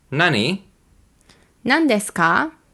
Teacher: Rising intonation when you don't hear or understand what the other person said.